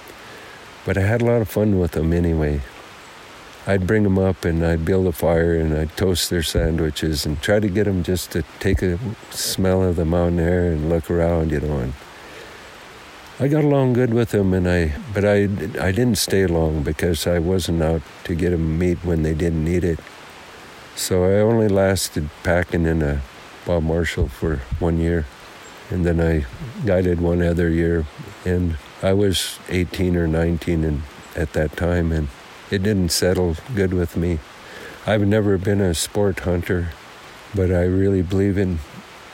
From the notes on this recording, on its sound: This interview was recorded in a cedar forest on the edge of Jocko Creek during a light rain storm. This episode was recorded on location in collaboration with Xplorer Maps .